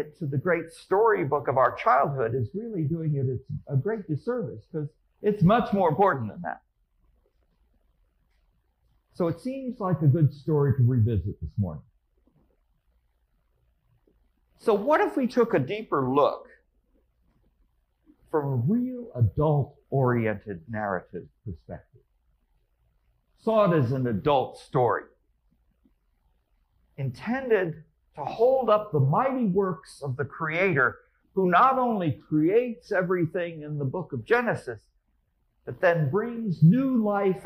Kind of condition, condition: setting, large echoing room